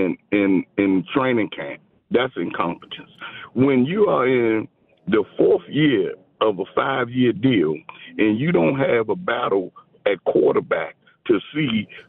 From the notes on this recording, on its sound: Taking your calls. Right to the phone lines.